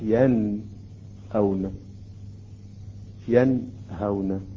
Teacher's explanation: يجب أن نقرأ النون بصورة واضحة ولا نتأخر على النون، حيث عندما نتأخر تظهر الغنة. ينأون، هذا غلط. · Term: إظهار النون الساكنة